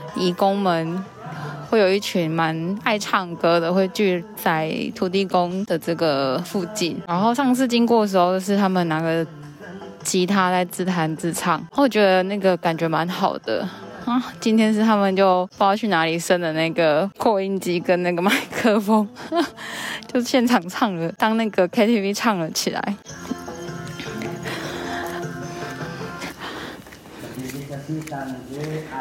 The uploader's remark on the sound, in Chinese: 漁船與移工．聲音地景。戴口罩巡港邊走邊錄音，。呼吸聲請多擔待。